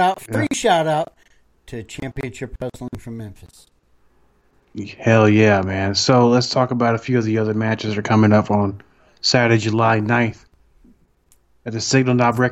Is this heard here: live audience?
no